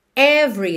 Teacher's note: lembra que o E do meio não é pronunciado, então você já junta o V no R